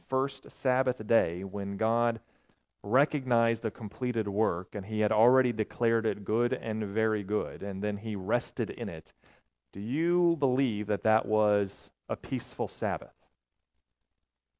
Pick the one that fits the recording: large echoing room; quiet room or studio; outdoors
large echoing room